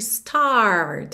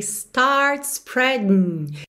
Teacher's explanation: o … realmente enrola a língua nos R's